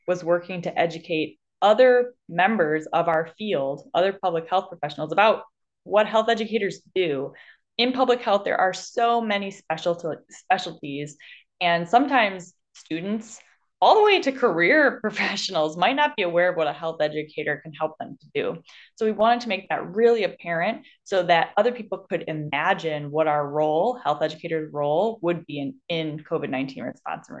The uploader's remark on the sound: I'm live via zoom